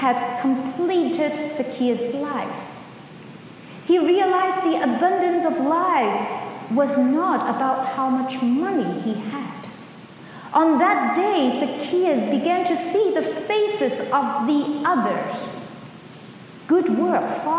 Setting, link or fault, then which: setting, large echoing room